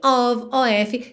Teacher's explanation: sempre com som de ov, e esse o é mais of, of.